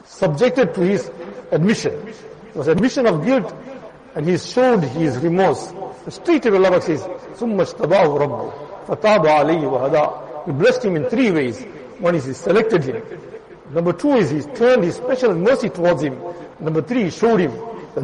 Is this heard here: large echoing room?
yes